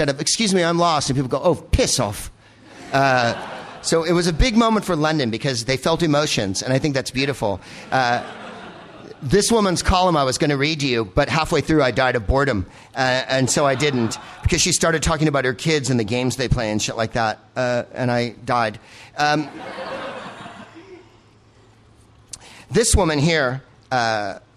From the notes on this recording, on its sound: Live from the Gilded Balloon in Edinburgh